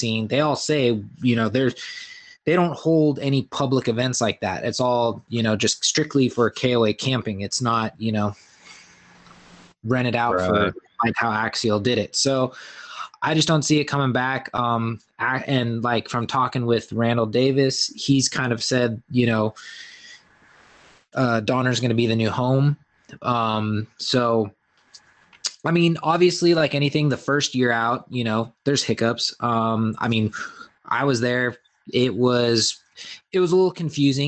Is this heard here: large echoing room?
no